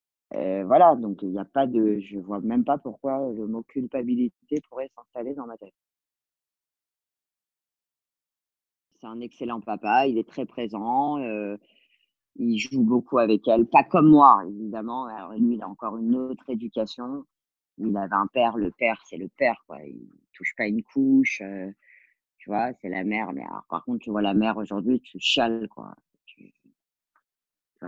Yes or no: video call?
yes